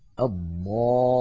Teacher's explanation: يصح الجمع بين حرفين ساكنين بكلمة واحدة في حالتين: أولا أن يكون الأول من الساكنين حرف مد أو لين نحو الضالين، هنا الساكن الأول هو الألف والساكن الثاني هو اللام الساكنة من اللام المدغمة أو المشددة